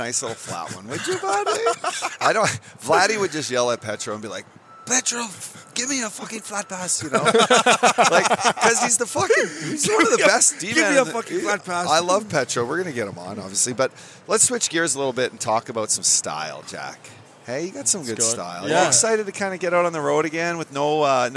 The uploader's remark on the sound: These interviews were recorded over All-Star Weekend on the Las Vegas Strip